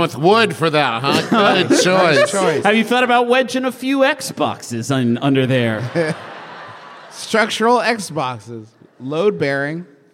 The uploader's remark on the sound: Live from Washington, DC! We're answering live questions.